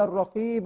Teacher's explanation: القاف المكسورة مفخمة ولكن في مرتبة تفخيم نسبي من مراتب التفخيم